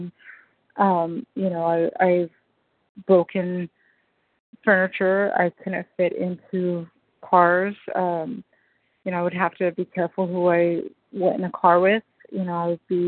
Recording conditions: phone line